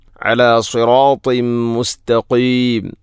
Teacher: അല സിറാത്തിം മുസ്തഖീം അല സിറാത്തിൻ ത്വാ ശേഷം തൻവീനു ശേഷം മീം വന്നാൽ ഇദ്ഗാം കാമിൽ. തൻവീനിനെ മീമിലേക്ക് ഇദ്ഗാം ചെയ്യണം